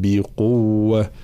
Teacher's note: الهاء حال الوقف هنا تاء مربوطة، نقف عليها بالهاء ونبين حرف الهاء